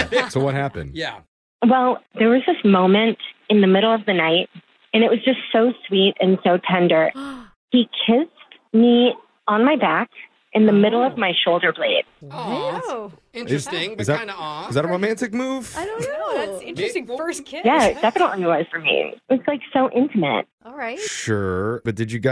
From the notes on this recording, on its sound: Awkward Tuesday Phone Call